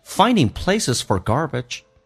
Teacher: 这个 for 不被强调，说成 F 加个儿化音，叫做 for 而且很轻